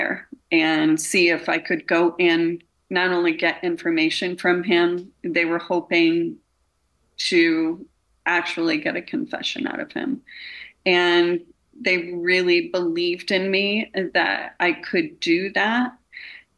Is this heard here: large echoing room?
no